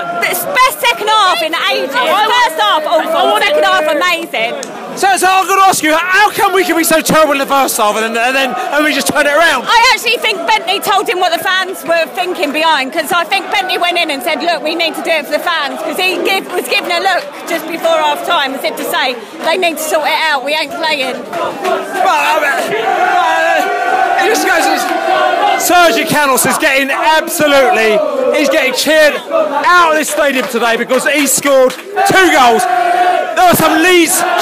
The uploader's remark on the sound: post-match podcast from the pub